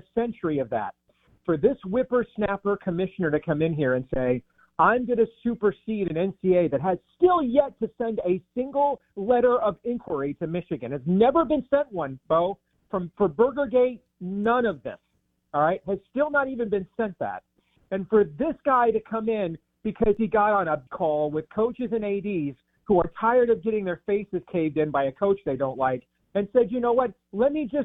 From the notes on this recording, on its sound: Joins the show on the Farm Bureau guest line talking about Michigan's response to the Big 10 live in the BankPlus Studio.